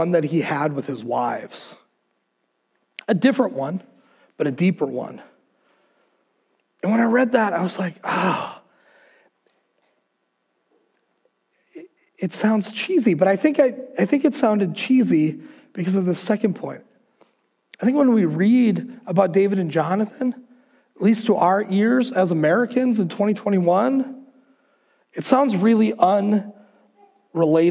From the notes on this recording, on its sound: Recorded on February 7th, 2021 at Word of Life Church in Le Sueur, MN.